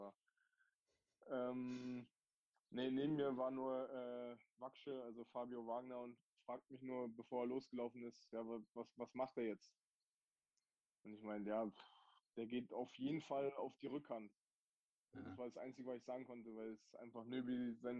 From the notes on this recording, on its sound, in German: Es ist die mit dem schlechtesten Ton ever.